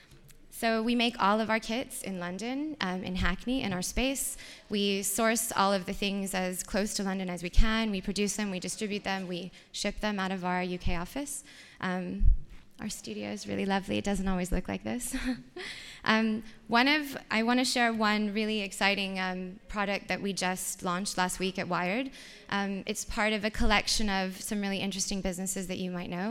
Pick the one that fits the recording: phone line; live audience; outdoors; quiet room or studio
live audience